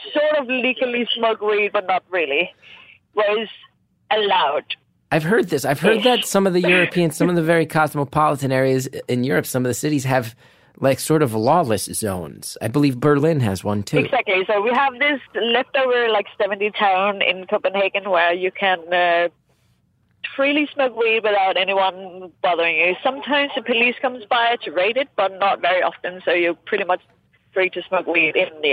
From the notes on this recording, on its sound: Freetown Christiania is an area in Copenhagen where there are no laws and anarchy rules. This week’s caller is walking there.